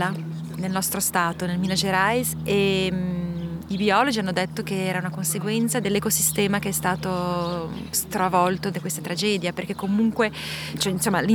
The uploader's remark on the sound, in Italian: Sulle rive del lago Ceresio. La incontro qui, in un parco che lungo la nostra chiacchierata si popolerà di voci, rumori, onde.